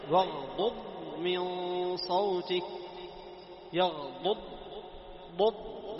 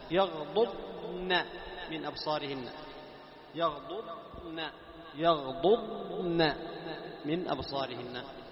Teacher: تحرك الضاد بالضم ثم تنتقل باللسان لمخرج الضاد مرة أخرى بسرعة من دون فاصل. طيب، وغضب من صوتك، يغضب، ضب، لاحظ تضم الشفتين ثم تنتقل مرة أخرى لنفس المخرج الضاد الساكنة. · Term: الاستطالة